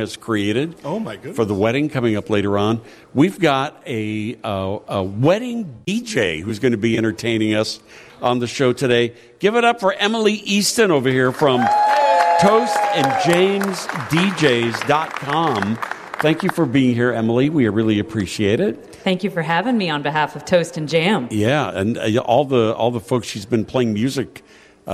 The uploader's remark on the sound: Live from Treetime Christmas Creations! The annual show at Treetime in Lake Barrington!